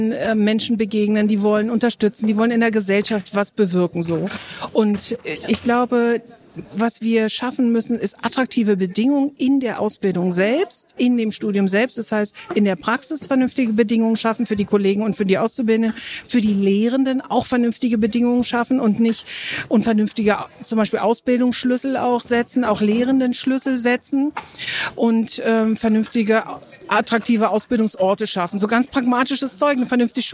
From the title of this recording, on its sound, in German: Live vom Forschungskongress des BIBBs